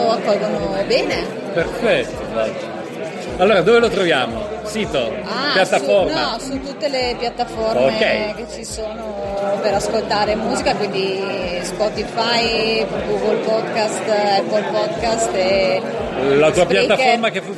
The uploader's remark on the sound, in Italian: al Festival del Podcasting 2019